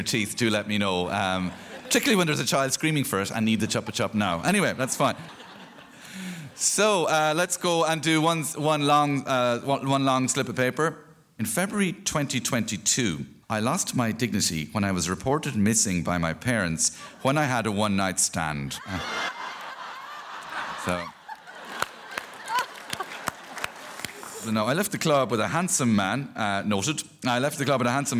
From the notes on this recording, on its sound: Featuring the first half of The Dublin Story Grand Slam recorded live onstage at The Abbey Theatre. Recording was by Gansee Films.